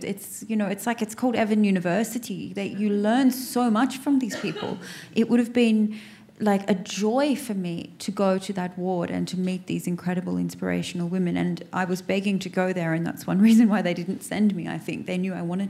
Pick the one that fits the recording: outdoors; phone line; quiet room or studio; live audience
live audience